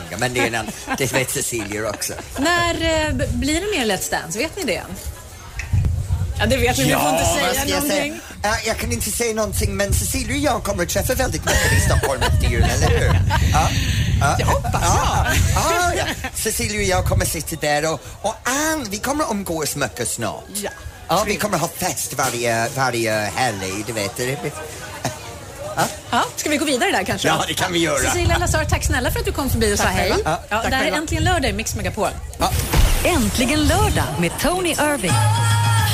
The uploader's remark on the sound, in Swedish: Live från Liseberg